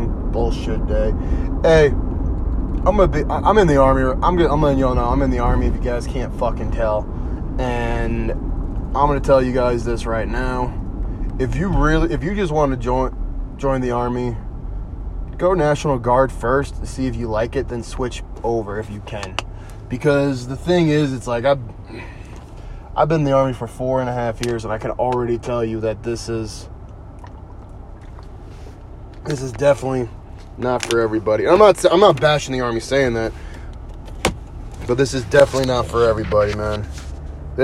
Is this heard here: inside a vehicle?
yes